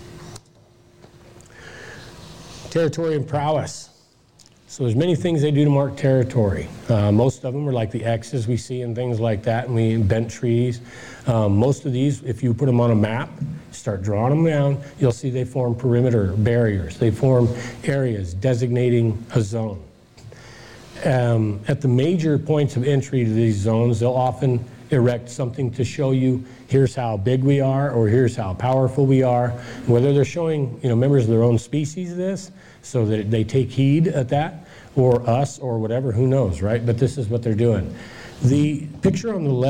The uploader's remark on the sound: presentation Michigan Bigfoot Conference